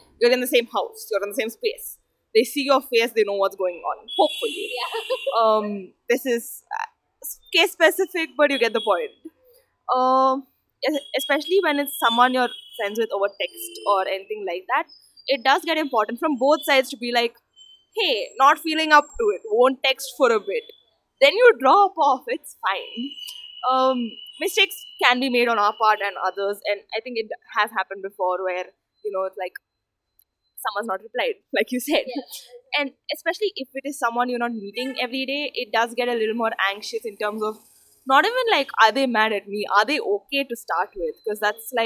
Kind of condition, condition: fault, background noise